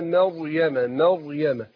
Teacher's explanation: عندنا الراء مفخمة عشان ساكنة وما قبلها مفتوح، فيقول مريم، يجي يفخم الراء يروح يفخم الميم، والميم مستفلة حرف مرقق، فيقول ما مريم، لا أقول ما مريم، ما أقول وبكفرهم وقولهم على مريم مريم كده.